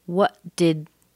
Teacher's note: that's connected because the T and the D are almost the same in the mouth. So you just hold it a little bit longer and stronger.